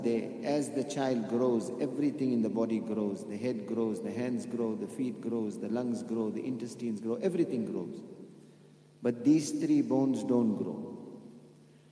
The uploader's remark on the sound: At the Houghton Masjid (West Street).